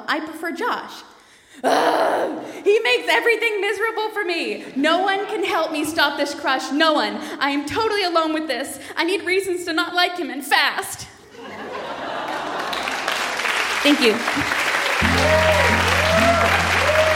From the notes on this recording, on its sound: Recorded live at Market Hall Performing Arts Centre in Peterborough.